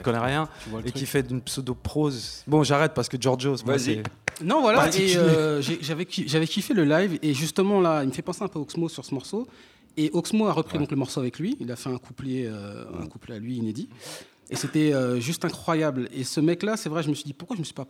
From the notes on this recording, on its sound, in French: Emission enregistrée en public à FGO-Barbara (Paris 18). Le mike est enregistré chaque mois en public au FGO-Barbara à la Goutte d'Or (Paris 18).